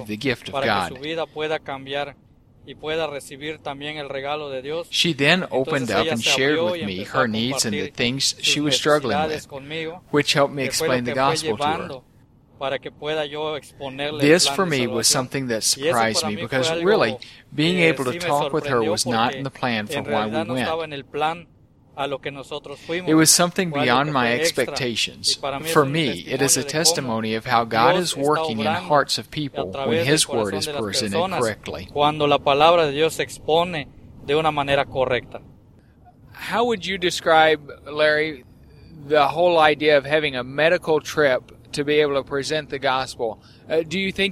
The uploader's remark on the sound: We were in a van going down the highway, so there is a bit of road noise, but not enough to be a real distraction.